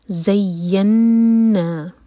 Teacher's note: या पर भी शद्दा है और नून पर भी, और नून पर गुन्ना भी करना है, दो सेकेंड्स का टाइम देंगे